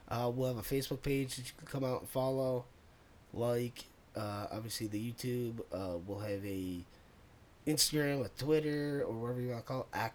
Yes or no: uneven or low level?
yes